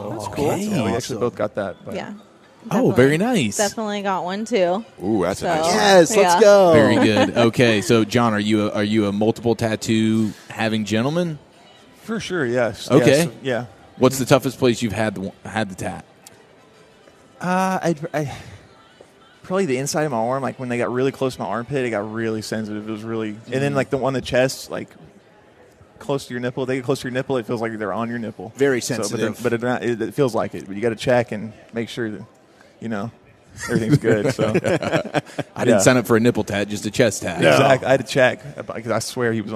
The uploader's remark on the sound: live from the Texas Rangers Toy Drive